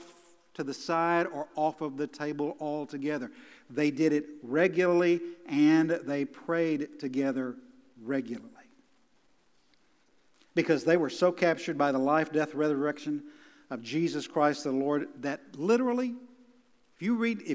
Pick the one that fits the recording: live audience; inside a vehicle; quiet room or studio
live audience